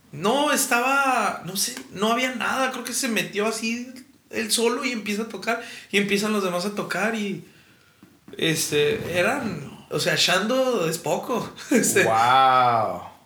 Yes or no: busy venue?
no